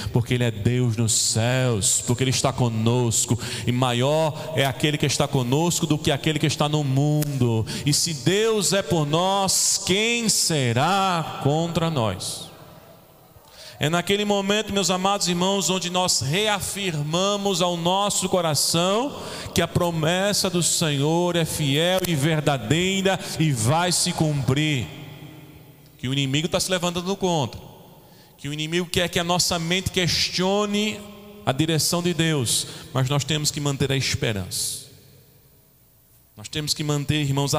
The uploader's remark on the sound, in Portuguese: Na Igreja Evangélica Congregacional em Candeias.